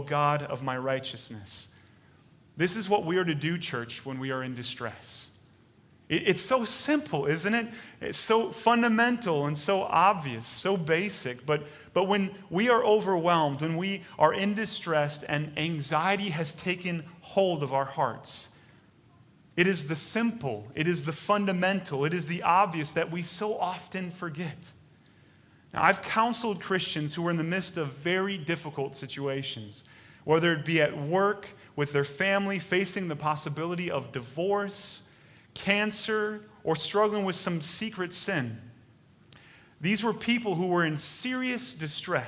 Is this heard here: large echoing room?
yes